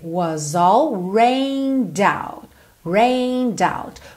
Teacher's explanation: Was all, juntei was no all, o S ganhou som de Z.